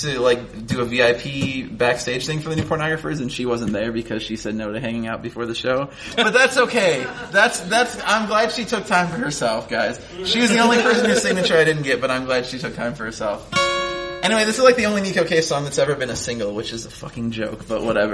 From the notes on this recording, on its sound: Midwinter Gaming Convention 2015. In Milwaukee, the first time we ever recorded our show outside Chicago!